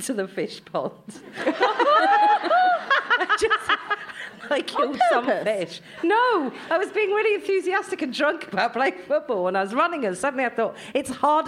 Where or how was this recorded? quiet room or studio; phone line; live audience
live audience